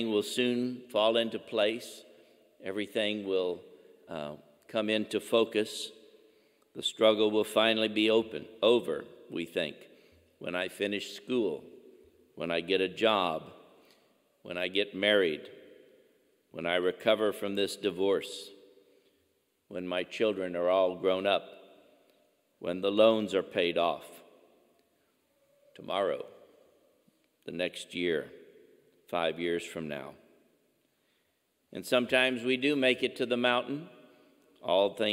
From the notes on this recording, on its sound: Angela Merici Catholic Church in Missouri City, Texas in the Archdiocese of Galveston-Houston.